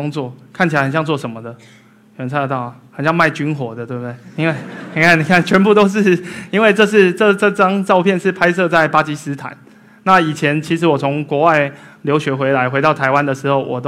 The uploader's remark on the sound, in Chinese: 一席现场